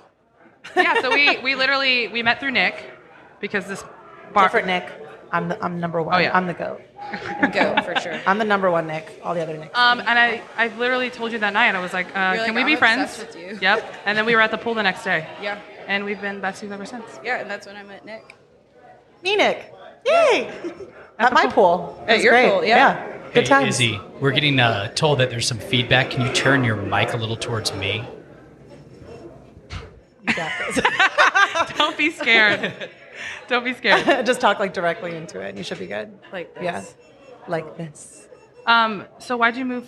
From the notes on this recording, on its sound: Live Show Pt. 1. The girls are coming to you live from their favorite place, Lakeside Lounge.